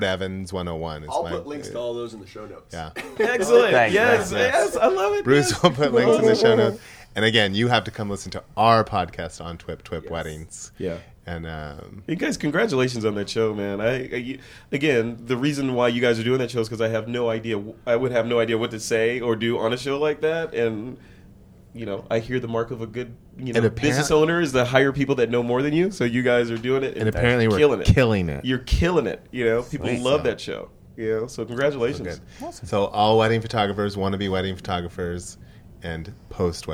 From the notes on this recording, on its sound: A TWiP gathering at the WPPI conference